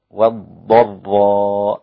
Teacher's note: تدخلي مباشرة على الضاد لأن اللام دي لام شمسية، مفيش محاولة أنك تجيب اللام لام مدغمة في الضاد